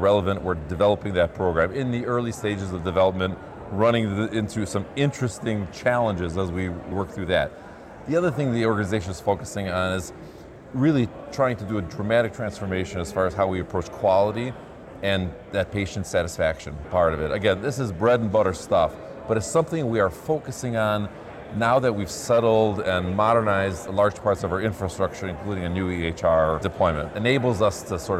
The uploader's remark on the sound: live from CHIME’s Fall Forum